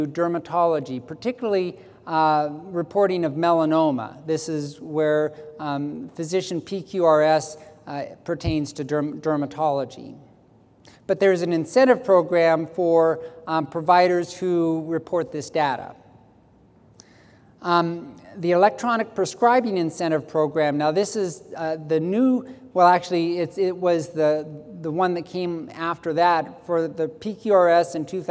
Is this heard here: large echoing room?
yes